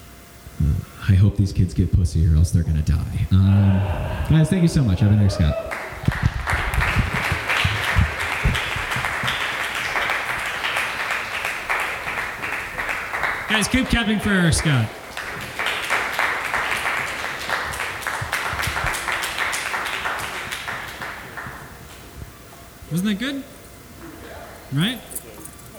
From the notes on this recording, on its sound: Located at The Co-Prosperity Sphere, a really cool space where the show is also recorded as a podcast for Lumpen Radio.